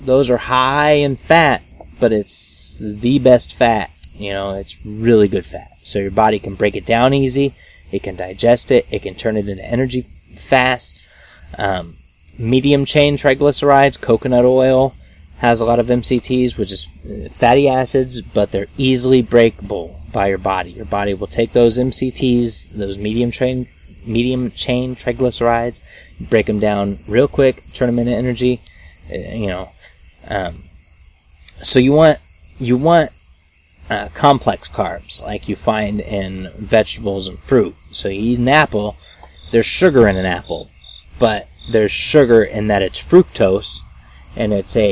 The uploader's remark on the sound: We recorded this episode on the porch and at night so there are some lovely ambient noises that snuck past the noise removal process.